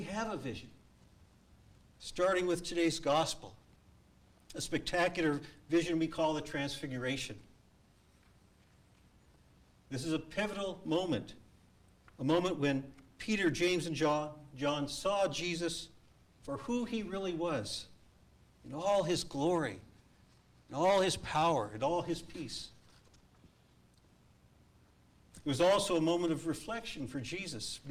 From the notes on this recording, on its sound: A live recording from our church in San Jose, California.